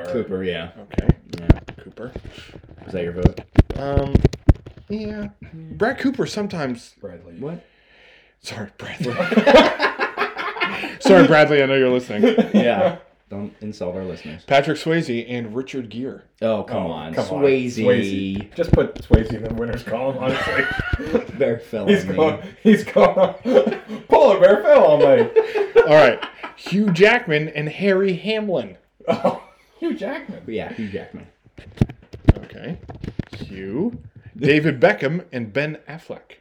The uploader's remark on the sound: We tried out a new mic setting this week and didn't realize until afterward that it could pick up keyboard strokes.